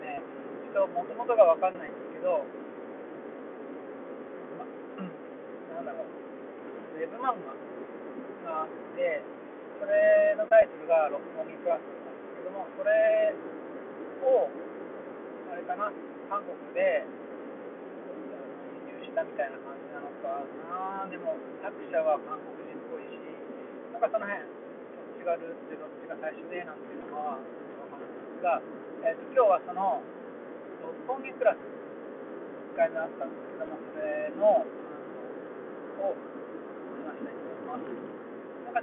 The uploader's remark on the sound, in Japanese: 車のスピーカー&マイクを使っているため音質はあまり良くありません。